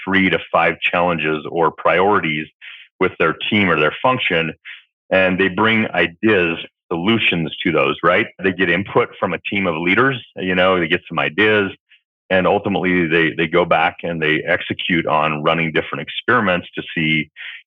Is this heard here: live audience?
no